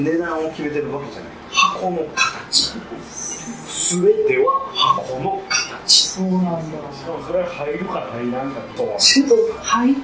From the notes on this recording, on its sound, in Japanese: 今回もカラオケボックス収録が音源ですので、ちょっと聞きづらいかもしれません。